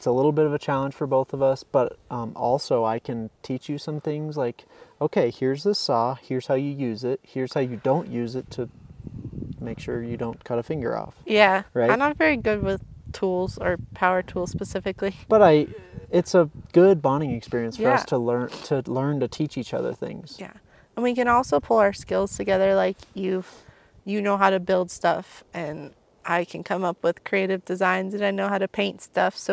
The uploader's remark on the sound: This episode is recorded in another new place because we're camping!